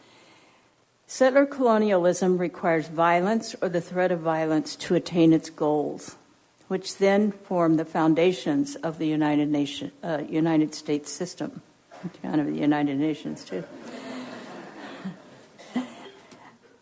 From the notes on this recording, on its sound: Recorded at Simon Fraser University.